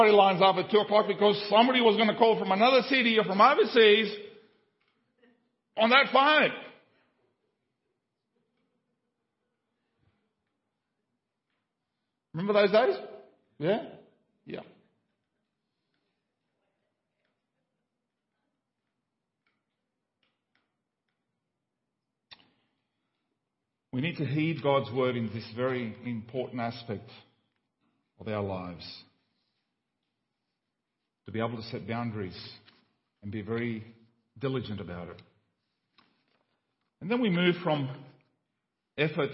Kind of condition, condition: setting, large echoing room